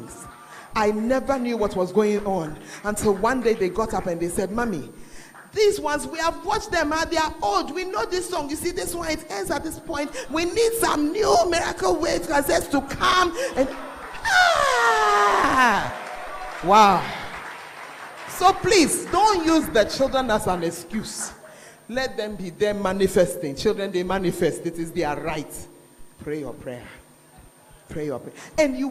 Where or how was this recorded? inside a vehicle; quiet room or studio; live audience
live audience